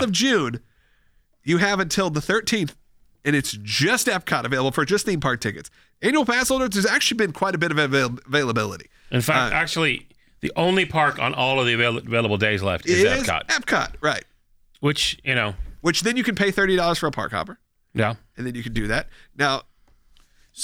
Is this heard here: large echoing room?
no